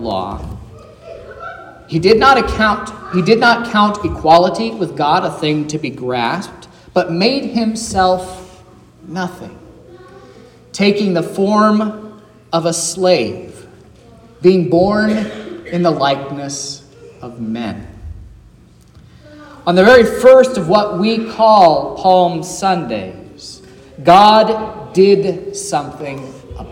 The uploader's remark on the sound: This is the sermon preached at Trinity Lutheran Church in Vallonia, Indiana, on Sunday, April 2nd, 2023, which was Palm Sunday.